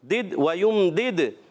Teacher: دد ویمدد، یہاں دال کے بعد دال زیر والی ہے، اس کے بعد دال ساکن ہے، تو دال کی زیر دوسری دال سے ملے گی. ویمدد تو کلکلا ہوگا، آواز لوٹ کر آئے گی